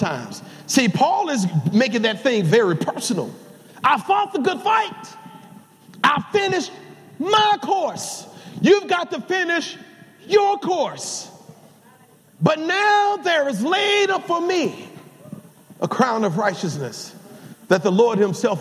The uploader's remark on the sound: Welcome to Emmanuel Seventh-Day Adventist Church Live! Sabbath Divine Worship.